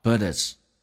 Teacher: But his mother wanted him to be a doctor, 但他妈妈希望他成为一名医生。But 跟 his 有一个小小的击穿， T 击穿了 H 音，同时在美语当中 T 要进行浊化成 D